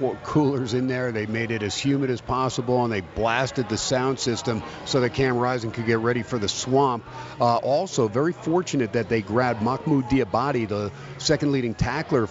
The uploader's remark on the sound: "Live" from Steiner's Pub in Las Vegas